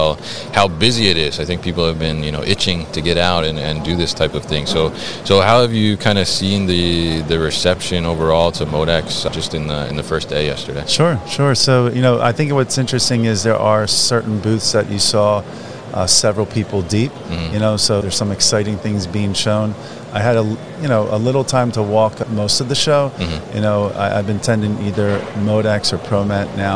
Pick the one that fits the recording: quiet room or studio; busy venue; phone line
busy venue